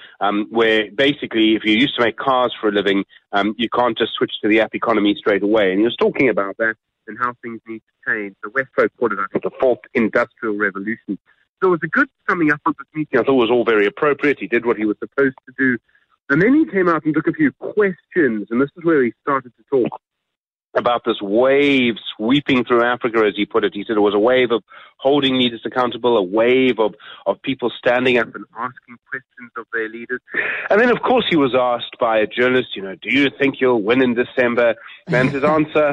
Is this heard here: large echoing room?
no